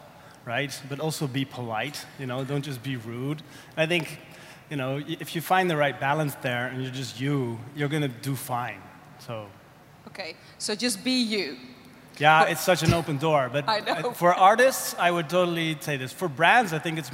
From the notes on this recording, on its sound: Recorded live in Amsterdam at OnBrand ‘19, Europe’s leading branding conference.